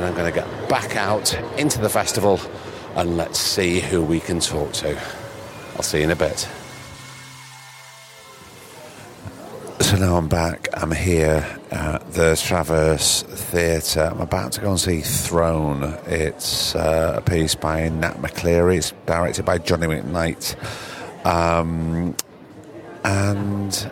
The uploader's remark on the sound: He’s been up in Edinburgh for festival season and luckily for TSP listeners, he took his tape recorder.